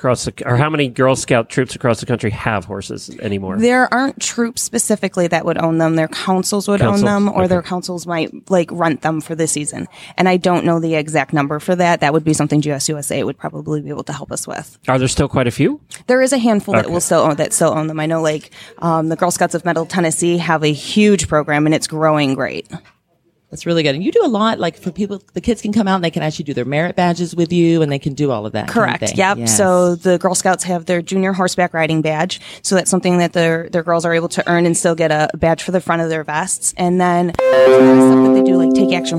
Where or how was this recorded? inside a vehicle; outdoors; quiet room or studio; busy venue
busy venue